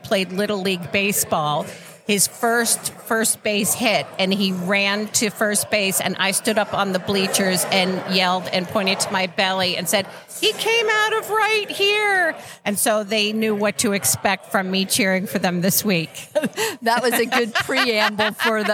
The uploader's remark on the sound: Live at the Collegiate Open